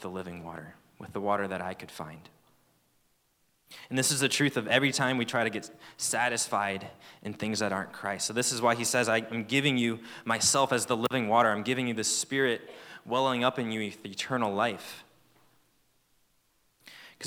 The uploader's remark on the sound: At Fall Conference 2023. Fall Conference is hosted by Campus Fellowship every year toward the beginning of the school year.